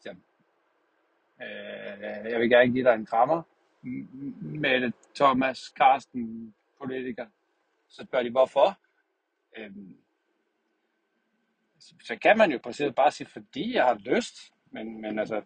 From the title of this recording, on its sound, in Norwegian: Kaos tanker i bilen (dårlig lyd)